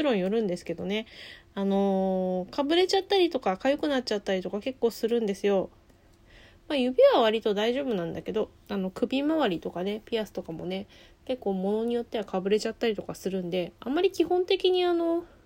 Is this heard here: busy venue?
no